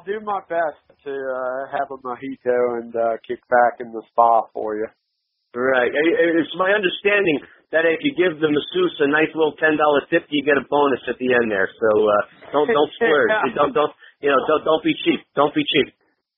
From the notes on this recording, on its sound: We jumped on the phone